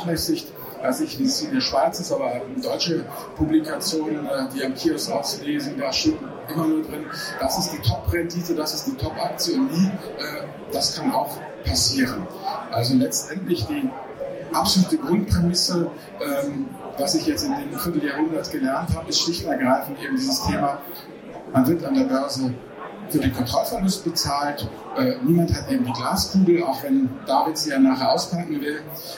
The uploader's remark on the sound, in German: BXSwiss Bloggerlounge. Wir bitte die Tonqualität bis Minute 2:22 zu entschuldigen!!! Ein besonderes Highlight auf dem diesjährigen Börsentag Zürich war die BX Swiss Blogger-Lounge.